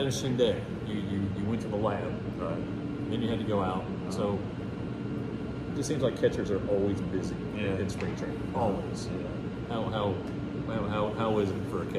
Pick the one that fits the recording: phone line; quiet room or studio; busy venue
busy venue